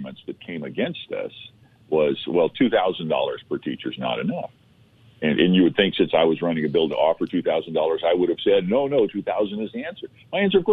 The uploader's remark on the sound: by phone